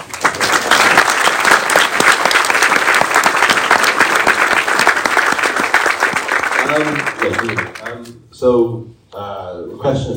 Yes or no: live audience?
yes